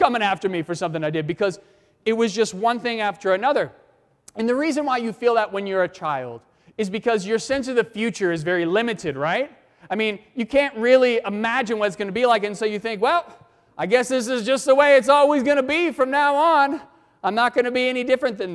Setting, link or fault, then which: setting, large echoing room